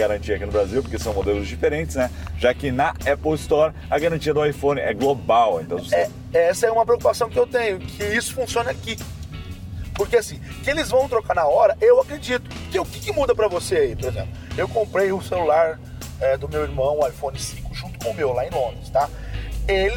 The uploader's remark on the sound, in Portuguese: Um pouco sem voz por conta de um resfriado. Durante um percurso de carro. O áudio não ficou tão bom porque havia ruídos do carro. Utilizamos o lapela Rode Mic no motorista. Um H1 no passageiro.